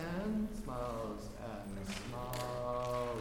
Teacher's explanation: I still feel that the S is just coming a little bit late. It just needs to be a quick S. And smiles, and smiles.